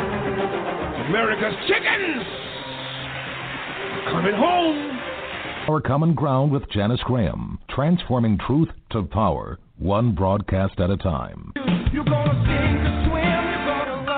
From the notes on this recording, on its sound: LIVE & Call-In